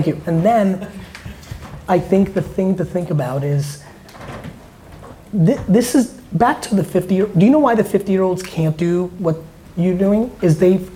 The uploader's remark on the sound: Today's episode is a segment of a recent VeeFriends meetup I did in Germany with some very awesome VeeFriends holders. During the Q&A portion.